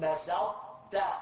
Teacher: وكذا حكم سائر حروف الإطباق، ولولا الإطباق الذي في الطاء لصارت دالا، ولولا الجهر الذي في الدال لصارت تاء. فإن التقت الطاء وهي ساكنة بتاء أدغمت فيها بيسر وبين إطباقها مع الإدغام